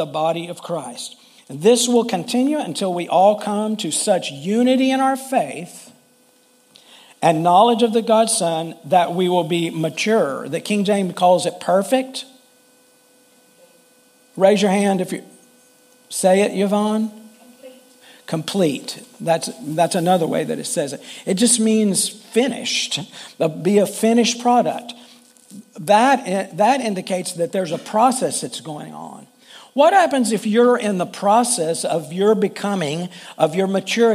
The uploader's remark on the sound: Full Sunday Service